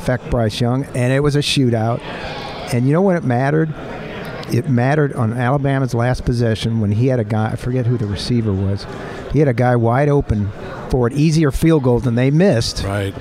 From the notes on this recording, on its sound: The Capital One Orange Bowl Media Tour presented by Duffy’s Sports Grill heads to SEC Media Days in Nashville. Live from SEC Media Days in Nashville.